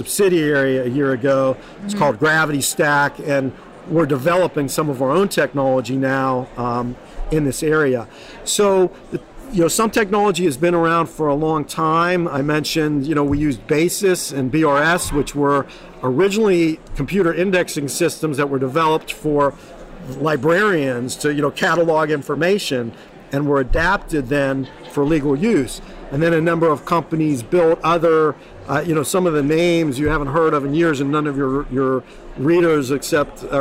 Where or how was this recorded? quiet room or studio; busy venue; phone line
busy venue